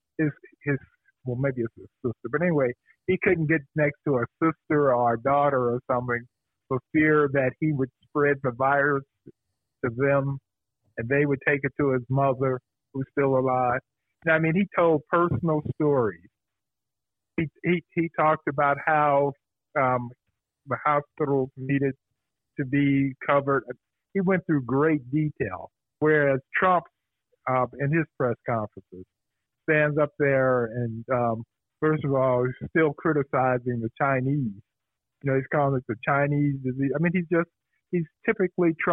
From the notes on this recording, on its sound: Joins us by phone.